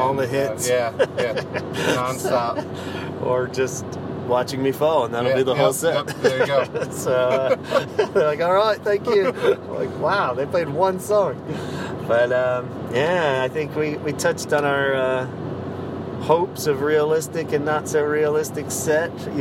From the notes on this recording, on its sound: Hop in the car & ride along!